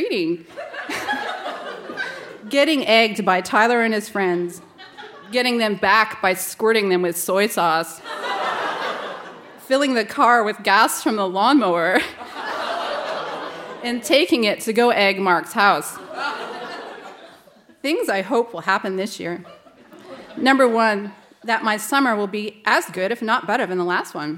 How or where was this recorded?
live audience